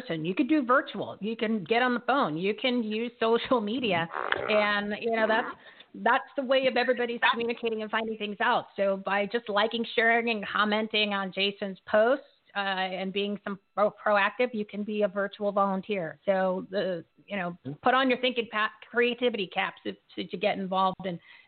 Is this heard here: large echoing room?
no